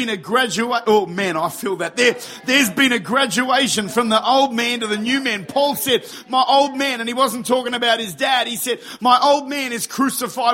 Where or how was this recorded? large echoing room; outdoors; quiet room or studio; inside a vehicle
large echoing room